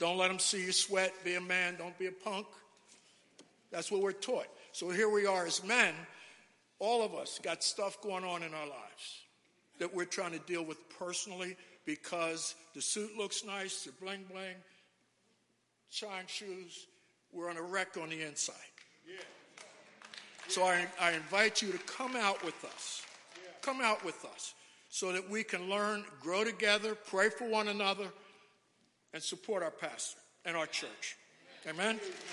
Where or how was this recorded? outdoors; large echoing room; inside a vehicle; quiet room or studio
large echoing room